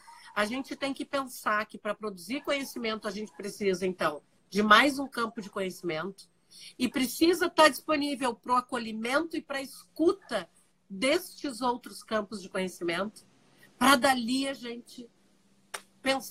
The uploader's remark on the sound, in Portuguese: em uma live no instagram